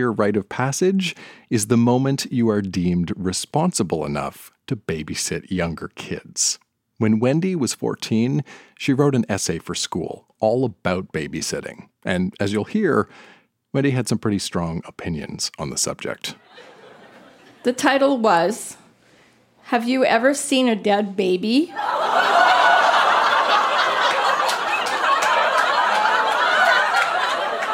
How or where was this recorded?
live audience